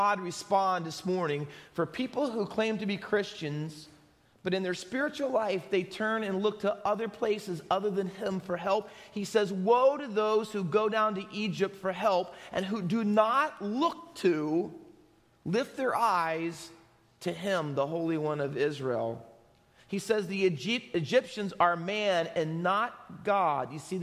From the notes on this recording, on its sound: Faith Baptist Church in Hamilton, NJ.